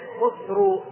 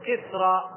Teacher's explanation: العرب صعب عليه نطق الخاء مضمومة كذا، نطقها كاف، وصعب ولا يوجد في لغة العرب واو قبلها ضمة، ما يوجد اسم في لغة العرب واو قبله ضمة أبدا، فجعلوها فتحة فسموه إيش؟